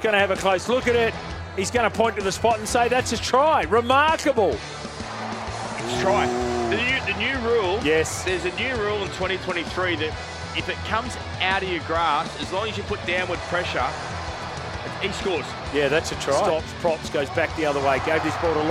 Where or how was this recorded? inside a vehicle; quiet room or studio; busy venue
busy venue